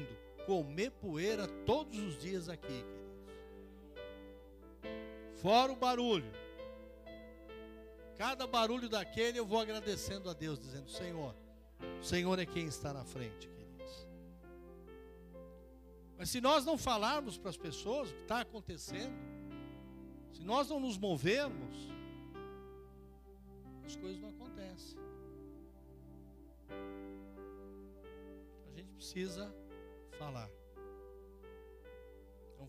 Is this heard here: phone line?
no